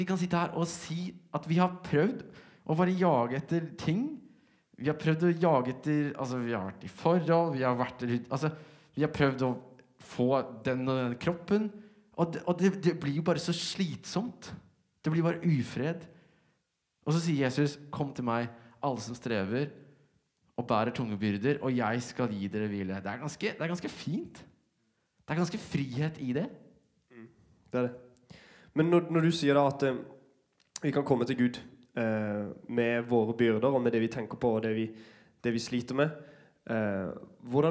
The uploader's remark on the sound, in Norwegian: Liveopptak fra Glow-festivalen 2020